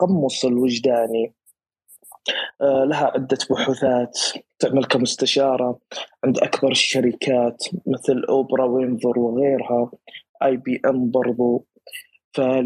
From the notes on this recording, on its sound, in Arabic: تسجيل لمساحة ابن رشد الأسبوعية على منصة تويتر